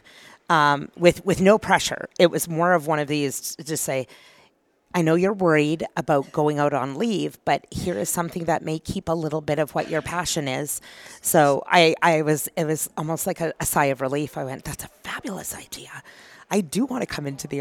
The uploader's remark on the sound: at Gulf Energy Information's Women's Global Leadership Conference in Energy